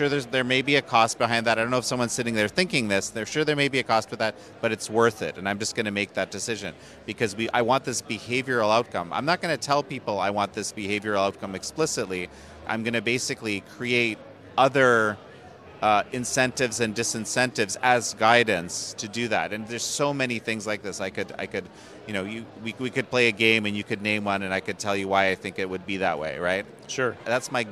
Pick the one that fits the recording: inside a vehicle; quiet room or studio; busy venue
busy venue